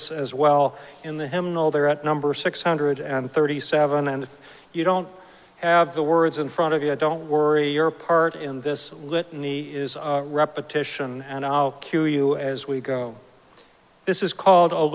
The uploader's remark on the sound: Recorded live at Arlington Street Church.